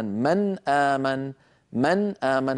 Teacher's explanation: هذه النون فيها غنة ولكن لا نزيد فيها · Term: الإظهار